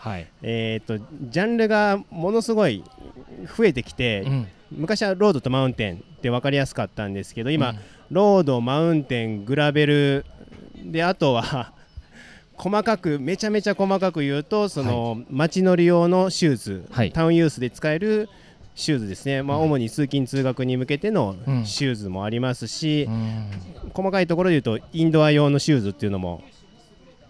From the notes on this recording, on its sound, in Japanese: シマノバイカーズフェスティバル2023 ブース突撃訪問後編。収録地： 長野県諏訪郡富士見町 「富士見パノラマリゾート」。収録機材： ZOOM F3 (レコーダー)、AKG D5, C3000B（マイク）。